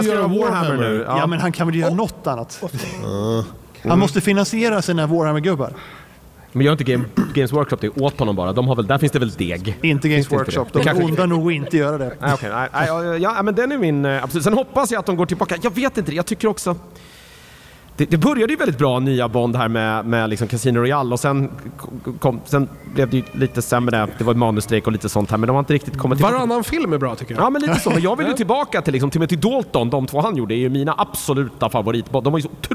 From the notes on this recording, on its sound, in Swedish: Den som spelades in live på Comic Con Stockholm 2023. Spelade vi in livepodd inför publik på Comic Con Stockholm på Älvsjömässan.